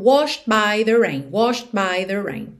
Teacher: Depois do sh, sh você já pode ir direto pro by.